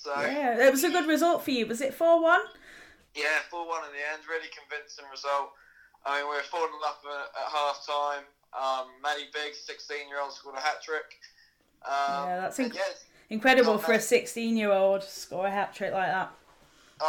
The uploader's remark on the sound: Apologises for the audio quality, we've had issues with equipment this week (*Blames Storm Ciara).